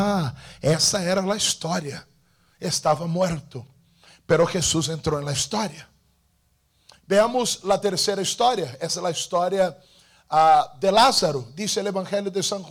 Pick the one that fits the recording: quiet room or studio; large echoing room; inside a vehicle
large echoing room